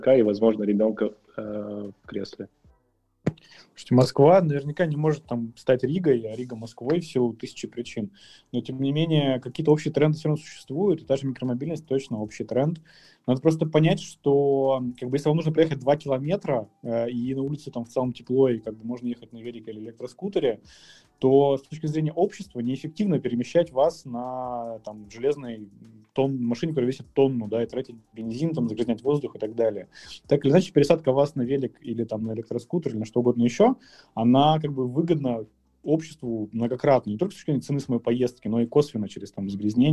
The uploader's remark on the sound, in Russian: Это запись эфира в Клабхаусе